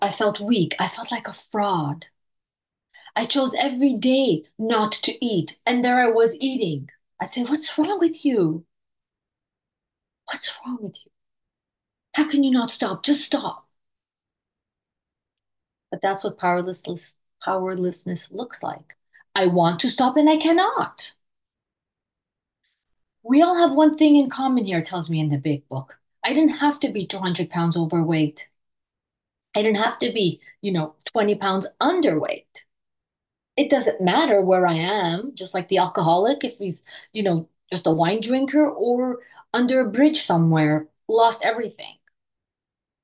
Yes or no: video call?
yes